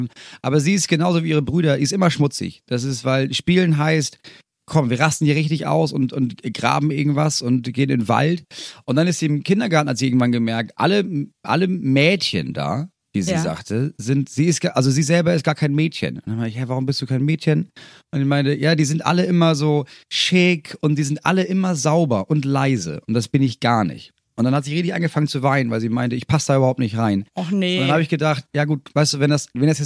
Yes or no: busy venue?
no